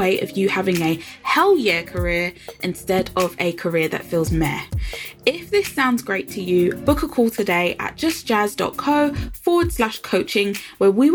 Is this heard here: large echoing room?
no